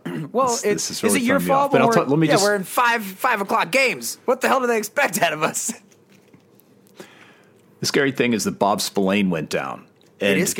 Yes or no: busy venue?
no